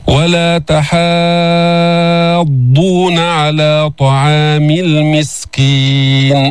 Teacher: مدينا كتير، ست حركات، هذا مد لازم كلمي مثقل